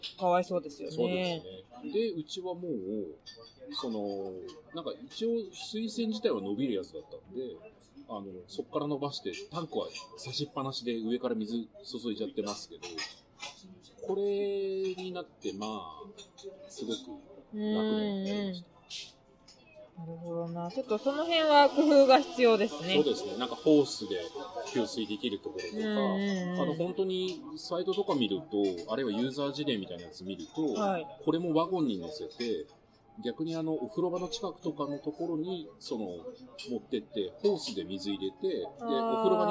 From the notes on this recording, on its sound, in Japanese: 喫茶店で収録したため、BGMがかなり入り込んでしまいました……がんばってノイズ除去にチャレンジしたのですが、聴きづらい箇所もあります。